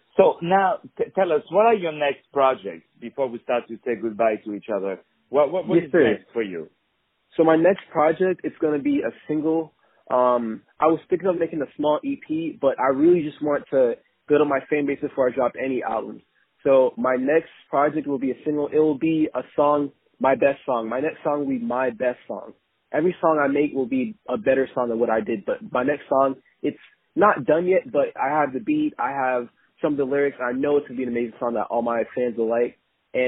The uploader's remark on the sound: On the phone